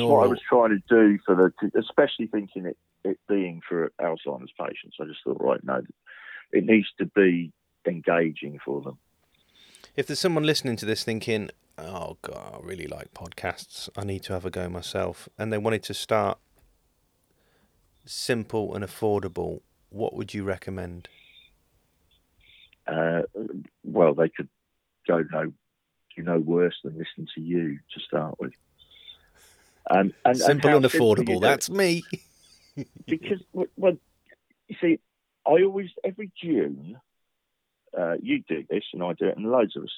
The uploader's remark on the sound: Welcome to another rough and ready conversation captured over the phone. At his home in Northampton.